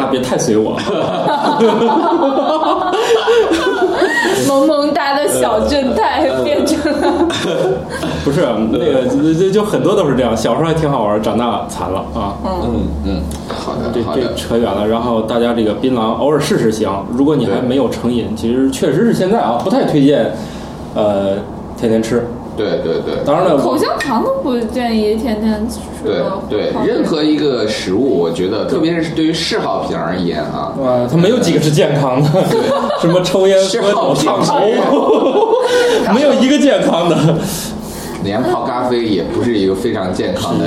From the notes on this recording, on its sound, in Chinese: 本期节目为在张大妈办公区用录音笔录制，可能有街道上的杂音，请见谅。